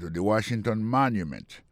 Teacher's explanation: Pour le mot monument, il tombe sur le premier syllabe.